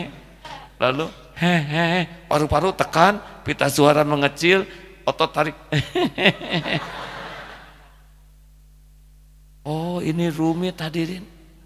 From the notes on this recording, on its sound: live dari Masjid Daarut Tauhid Bandung